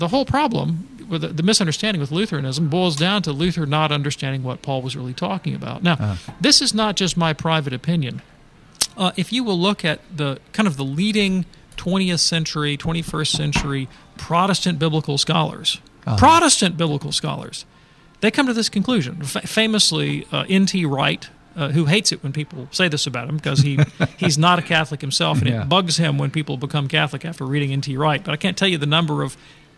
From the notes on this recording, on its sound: takes questions live from the EWTN 2023 Radio Conference